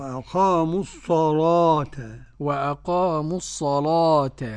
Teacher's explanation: قرأ ورش بتغليظ اللام المفتوح